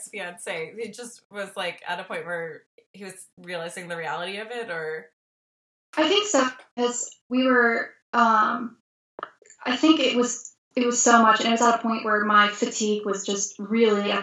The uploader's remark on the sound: Our Skype call was internet cursed